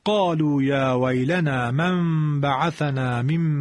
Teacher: اما اگر وصل کردیم باید وصلمون با سکت همراه باشه، یک سکوت چند لحظه ای بدون تجدید نفس